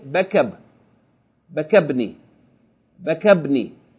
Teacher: the long vowel of Baka, is going to be shortened because it's followed by Hamzatul Wasl. So instead of saying Bakabni, we're going to say Bakab, Bakabni, Bakabni.